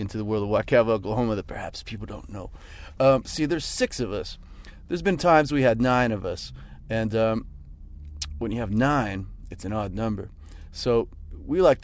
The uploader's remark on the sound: I had a few beers in the van. When the band stopped in Vancouver celebrating their 15th anniversary tour.